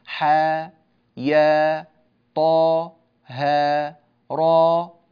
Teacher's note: في القرآن تنطق بالقصر يعني من غير همزة تسمى لغة القصر